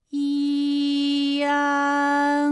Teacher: 实际我们发安的时候呢，不用这样的慢啊，让你感受到啊到呢的一个变化，直接我们发出安就可以了。那最后这个声音呢，是从鼻腔里发出的。大家可以跟我练一组例词啊：参战、反感、烂漫。好，下面呢，我们来发一安的发音。发音的时候呢，从前高不圆唇元音一开始，舌位向前低元音啊的方向滑降，舌位只降到半低前元音 i 的位置就开始升高，发 i 后软腭下降，逐渐增强鼻音色彩，舌尖迅速移到上齿龈，最后抵住上齿龈，做出发鼻音呢的状态。大家可以跟我来感受一下啊，一安，哎，这三个音发完整，我们每一个状态呢都能知道它的音的流向，当然最后一定还是要归到鼻音呢才算是发完整。好，大家一起来跟我来发下面这组词：艰险、简便、连篇。好，我们继续再来发乌安。乌安的发音的时候呢，是从圆唇的后高元音乌开始，口型迅速的由合口变为开口状，舌位向前迅速滑降到不圆唇的前低元音啊的位置呢，就开